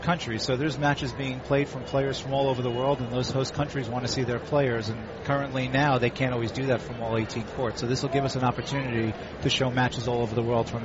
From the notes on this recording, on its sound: Live from the 2016 US Open.